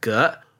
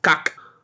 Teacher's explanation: pronouncing the word for unusual, said in Mandarin as ge, while in Middle Chinese, with the glottal stop, it was kak